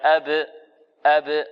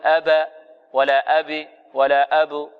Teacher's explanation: القلقلة لا تميل لا إلى كسر ولا إلى فتح ولا إلى ضم · Shown in: first take